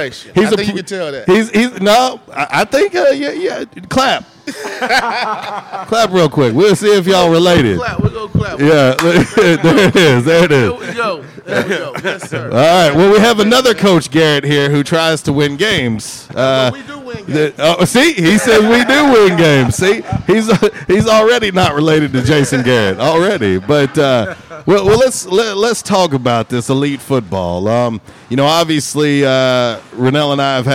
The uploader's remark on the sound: LIVE from J'Town's Grill.